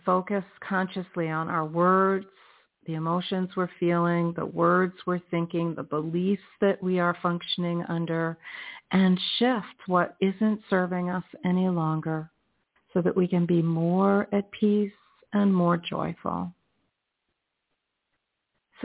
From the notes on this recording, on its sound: in response to callers' questions